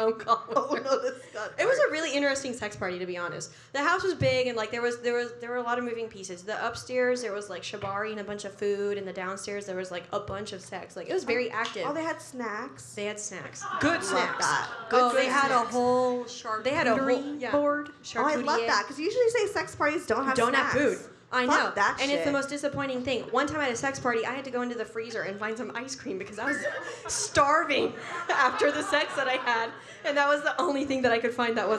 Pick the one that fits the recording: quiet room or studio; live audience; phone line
live audience